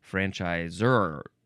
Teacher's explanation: you are supposed to emphasize that last syllable